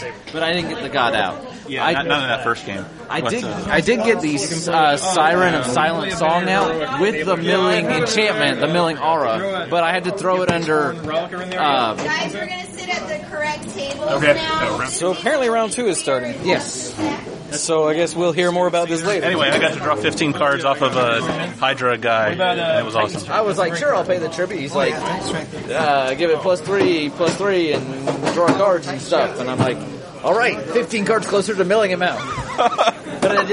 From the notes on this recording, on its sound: BotG Prerelease Field Recordings. Take the digital recorder to the Prerelease and record what’s going on while they’re there.